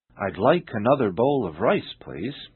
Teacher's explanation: although there are six words in the sentence, all the words are linked together without pause · Term: sound linking